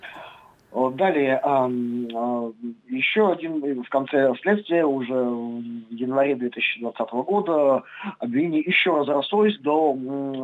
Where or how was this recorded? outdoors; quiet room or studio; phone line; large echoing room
phone line